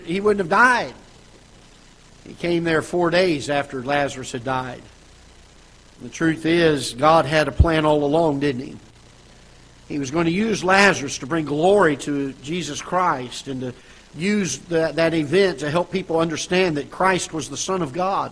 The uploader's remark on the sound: Ketha Heights Baptist Church ~ Live Broadcast